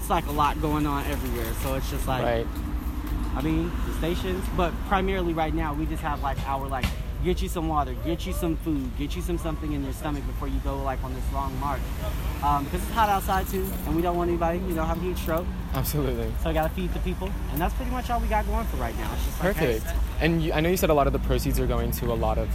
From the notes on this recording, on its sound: Today’s broadcast features interviews from activists, volunteers, business owners and natural sound from the protest. “Enough is Enough” protest at Dunn Meadow.